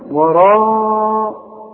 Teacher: راء مد شفايفك على هيئة قبلة والمد بتاعها كمان مفخم